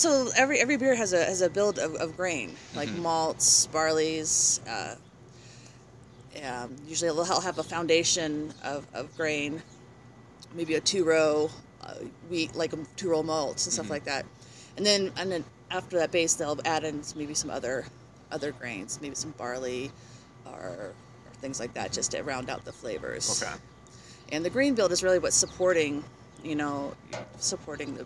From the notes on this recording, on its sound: We recorded at Shoe's & Brews in Longmont, CO.